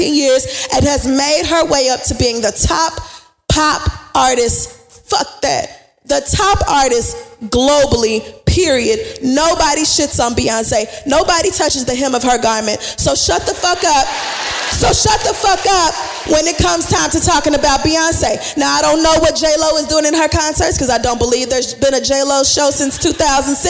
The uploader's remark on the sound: Live from Baltimore